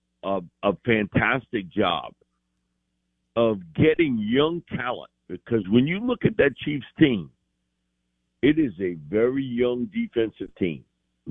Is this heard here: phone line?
yes